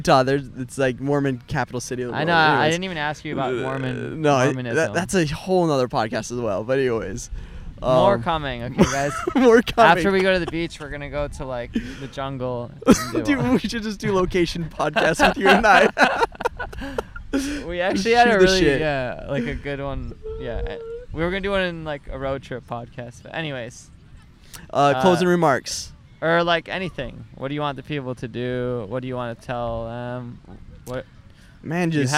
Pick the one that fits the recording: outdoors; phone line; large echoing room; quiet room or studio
outdoors